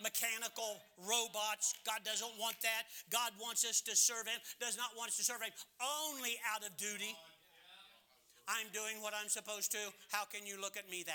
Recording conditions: large echoing room